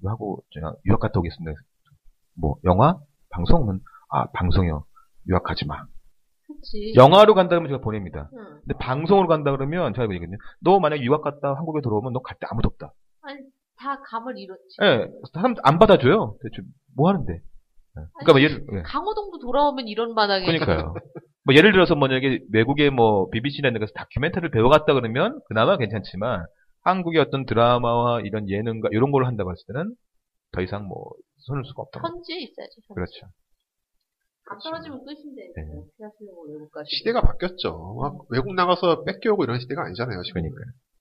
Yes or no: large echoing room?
no